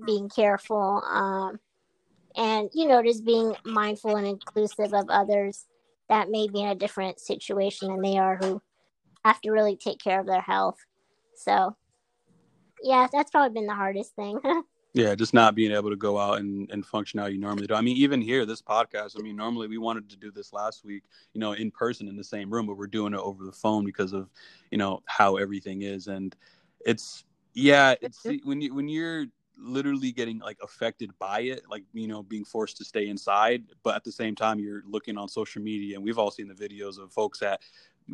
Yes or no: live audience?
no